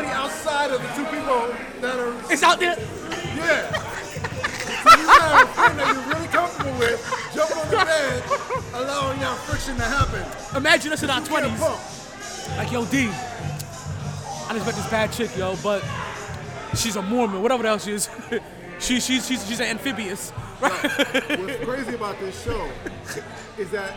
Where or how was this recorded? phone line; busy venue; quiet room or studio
busy venue